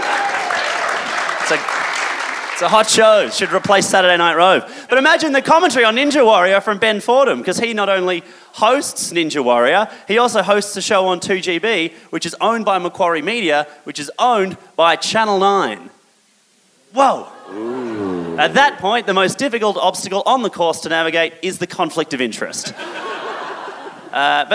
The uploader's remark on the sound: LIVE from the #CanberraBubble. Recorded live at The Street Theatre. A huge crowd, thirsty for satire or maybe just starved of any kind of entertainment, turned up for the best show we’ve ever done in Canberra*.